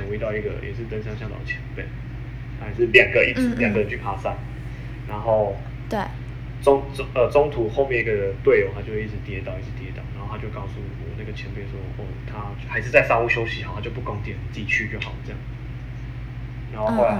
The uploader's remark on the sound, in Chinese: 這次遠距錄音雜訊比較多還請見諒